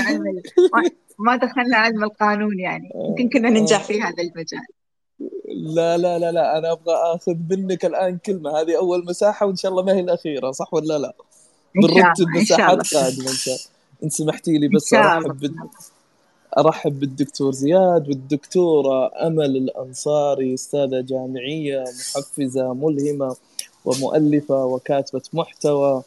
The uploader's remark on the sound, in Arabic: تسجيل لمساحة ابن رشد الأسبوعية على منصة تويتر